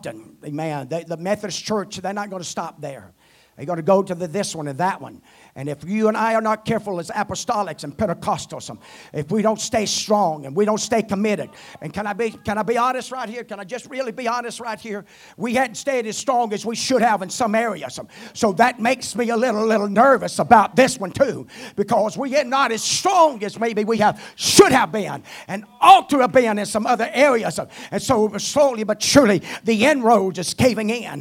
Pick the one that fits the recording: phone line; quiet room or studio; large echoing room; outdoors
large echoing room